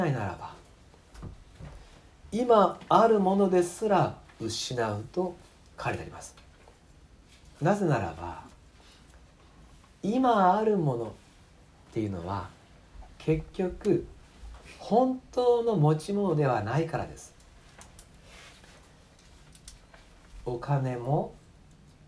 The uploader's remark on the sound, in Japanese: 2019年11月24日吉備教会礼拝メッセージ録音